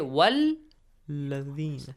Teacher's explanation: So since we have two Lam, that's why they are merged together · Term: idgham mithlain